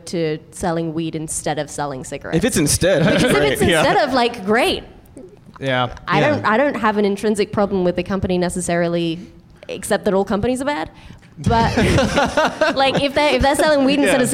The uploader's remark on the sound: we're LIVE from UCB Sunset in Los Angeles